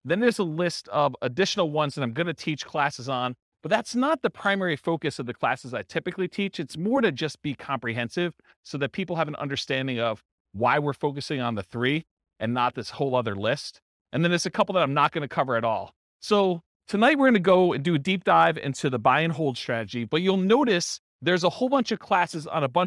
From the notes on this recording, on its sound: This was a live class recorded